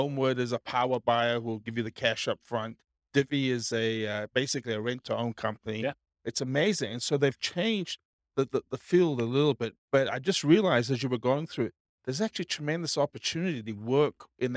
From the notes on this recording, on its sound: This was a live class recorded. Burlington, Vermont.